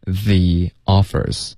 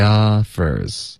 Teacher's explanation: the 跟 offers 之间我们会添加一个很轻的一个 year 的音